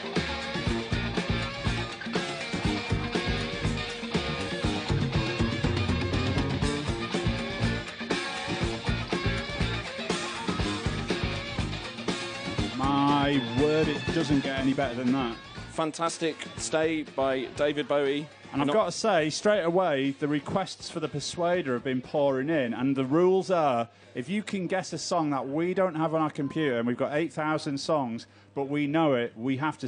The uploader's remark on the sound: BONUS: Green Man Festival (Saturday). Broadcasted from a boggy field in the beautiful Brecon Beacons in Wales on Green Man Festival radio.